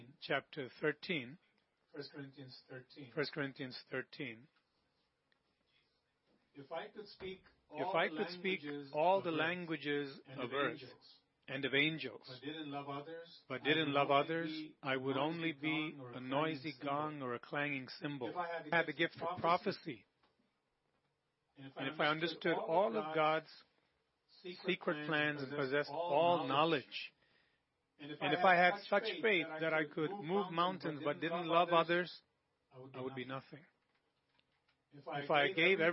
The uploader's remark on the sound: Sunday Service Recording (Livestreaming - 04.19.2020)